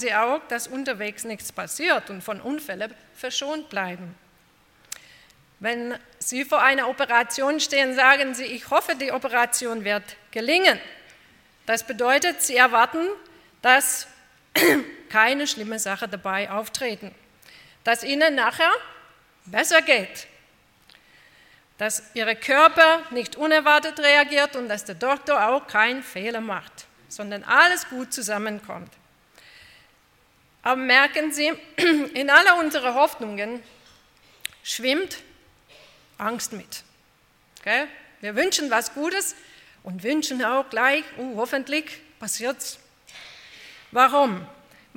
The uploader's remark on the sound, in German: bei einer Veranstaltung der Liebenzeller Mission